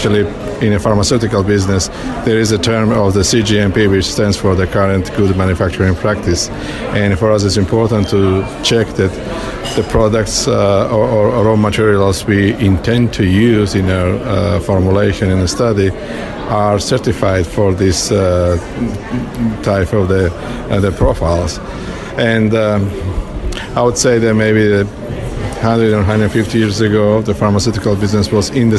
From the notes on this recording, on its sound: broadcasts on location from the 32nd International Epilepsy Congress 2017 in Barcelona